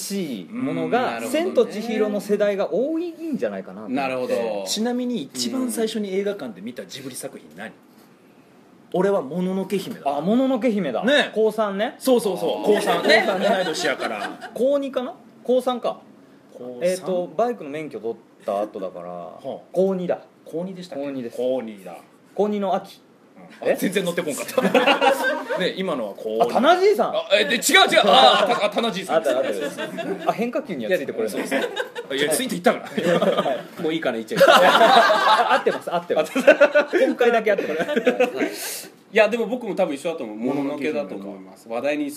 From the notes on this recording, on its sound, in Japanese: 公開収録